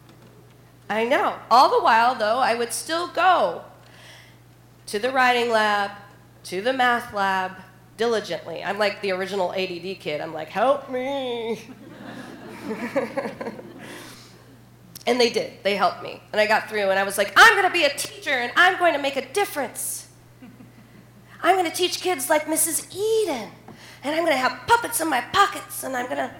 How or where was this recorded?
live audience